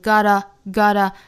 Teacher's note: got 和 a 连读成 gotta, gotta,当然这是美音发法啦